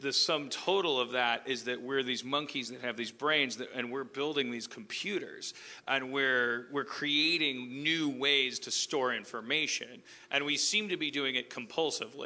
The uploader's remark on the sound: LIVE from The Tin Roof in San Diego 2015